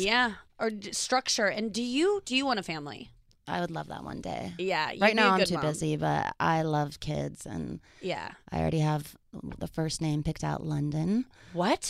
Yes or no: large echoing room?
no